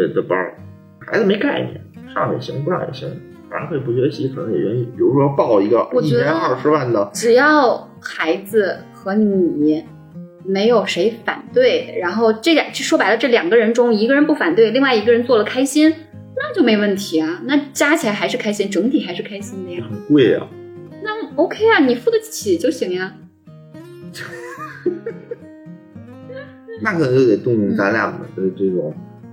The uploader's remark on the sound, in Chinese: 本期为视频节目。这是我们用摄像头直接录制的，声音质量着实堪忧。